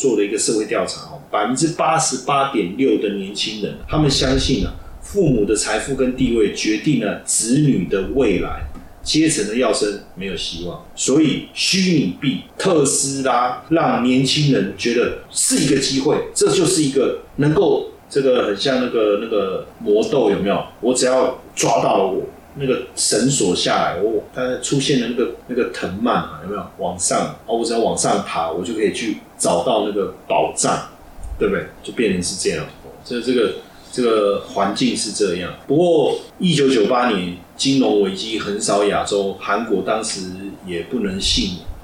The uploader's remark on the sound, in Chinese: 本集錄製設備故障聲音品質不佳再請見諒。